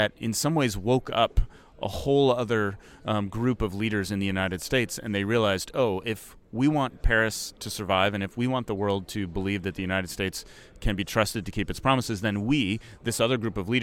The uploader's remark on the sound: We record live from COP 23 in Bonn, Germany where the other 195 countries have gathered to figure out how to save the world.